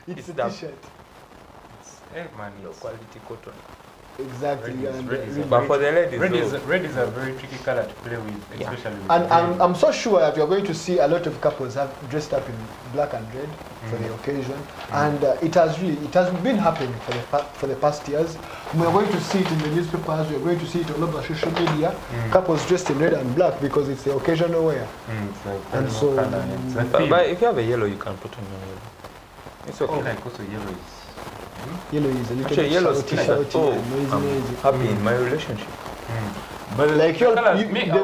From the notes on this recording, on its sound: Sorry for the quite bad audio